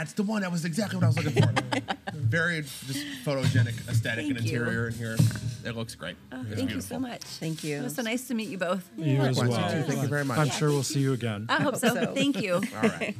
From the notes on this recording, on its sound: Live from Blue Moon Vintage Market.